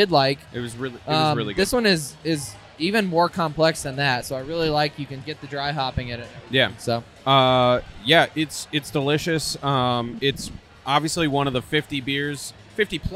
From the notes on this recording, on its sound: head to Monday Night Brewing’s Tie One On 8 Year Anniversary party and record live at the event!